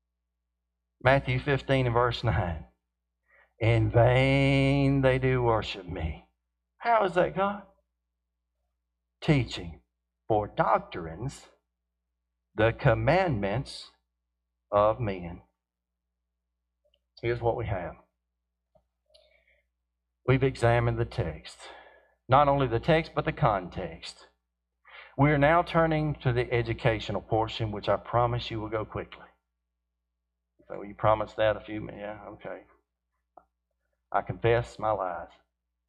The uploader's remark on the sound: Apologies for the lower quality audio